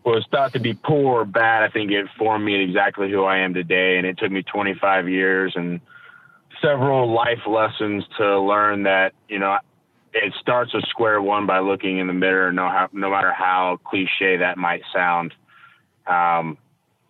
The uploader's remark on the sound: Call in!